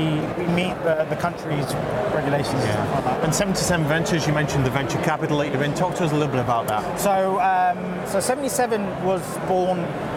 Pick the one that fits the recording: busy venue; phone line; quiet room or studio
busy venue